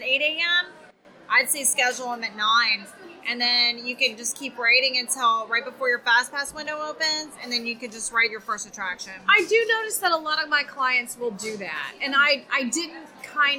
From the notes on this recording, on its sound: We are reporting live from Columbia Harbor House.